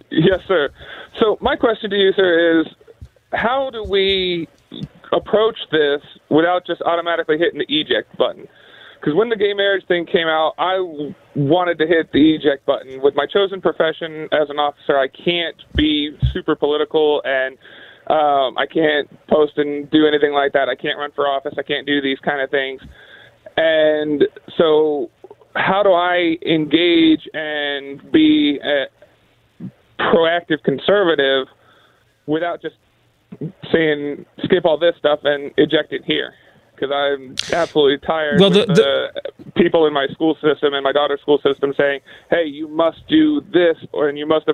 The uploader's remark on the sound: Open up the phone lines to allow listeners to share their thoughts.